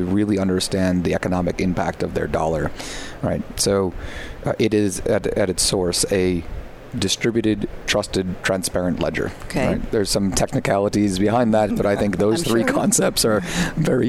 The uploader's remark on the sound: live at SAPPHIRE NOW 2017!